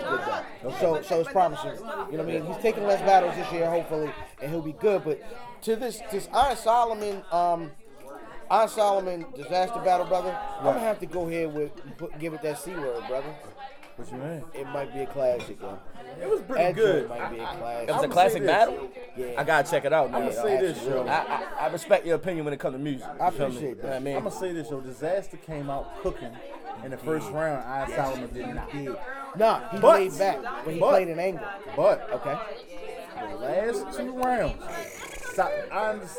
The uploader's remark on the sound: a live party podcast, a bit of an experiment